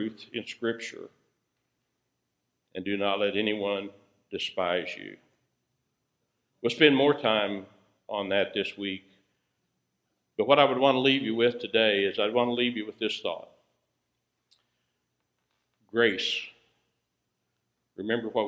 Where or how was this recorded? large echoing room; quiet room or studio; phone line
large echoing room